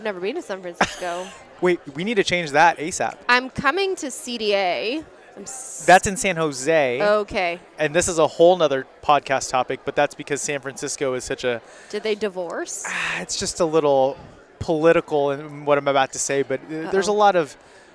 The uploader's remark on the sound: Recovering what we thought was lost footage from a live recording at Voices of Dentistry was a win for our team.